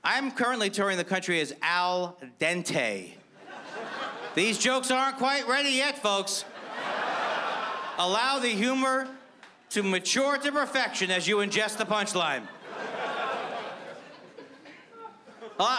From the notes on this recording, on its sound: stand up from the Just For Laughs Festival in 2015